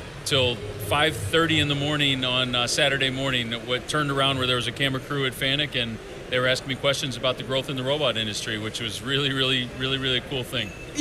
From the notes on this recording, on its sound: Highlights from Automate LIVE in Detroit, MI. We share the best of three interviews conducted at Automate LIVE in Detroit, MI.